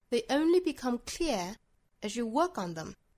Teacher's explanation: 我们是可以在 clear 的后面做一个停顿，也就是说我们强调 clear 这个词。 They only become clearas you work onthem，同样的道理 they 和 only 之间也是可以做停顿的，因为我们可以强调一下 only，这个时候其实相当于是做了一个 glottalstop，也就是 they 和 only 之间没有做连读。